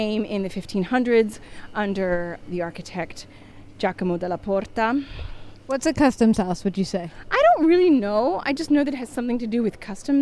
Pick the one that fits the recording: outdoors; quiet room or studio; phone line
outdoors